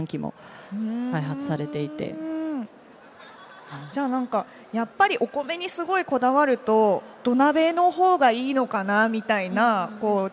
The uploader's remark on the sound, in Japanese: CRAFT SAKE WEEK 2023 at ROPPONGI HILLSにて公開収録。